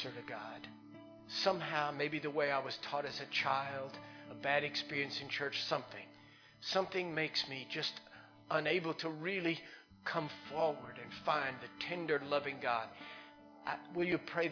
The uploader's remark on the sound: Recorded live in Liberty Church in 2019